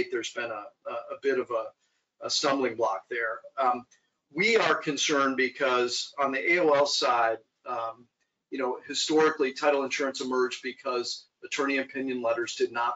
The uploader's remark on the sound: we share our webinar